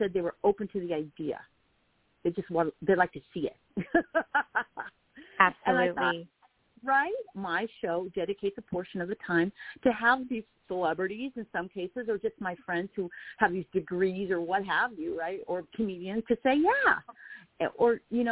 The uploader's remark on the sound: THIS SHOW WAS PREVIOUSLY RECORDED. Previously recorded callers.